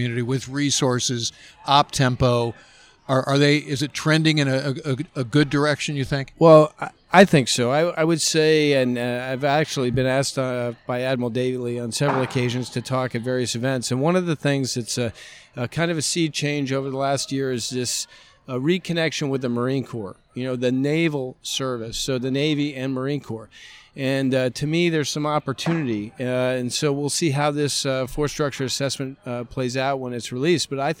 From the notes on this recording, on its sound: Live from USNA's Ship Selection Night. All the action live from the Naval Academy's Ship Selection Night.